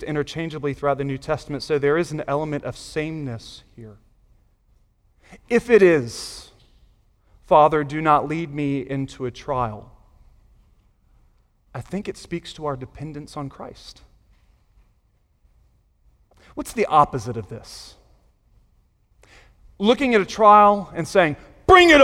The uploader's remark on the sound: Sunday Morning Sermon Audio